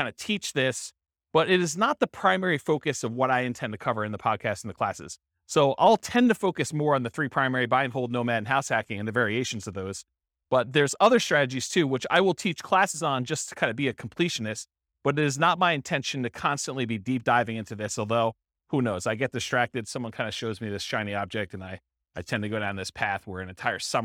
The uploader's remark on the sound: This was a live class recorded